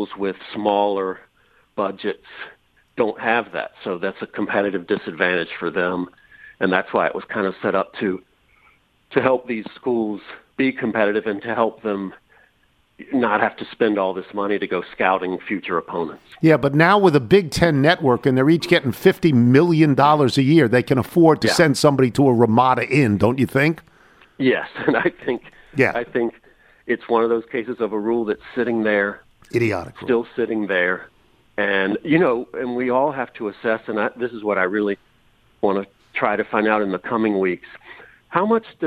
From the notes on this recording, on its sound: Phones in to give his thoughts on Jim Harbaugh and Michigan.